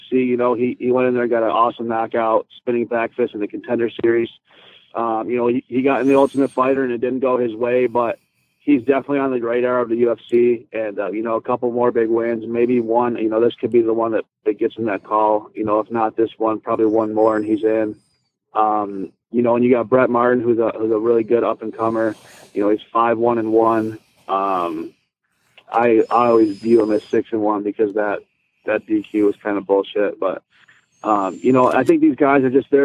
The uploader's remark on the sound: We have on the phone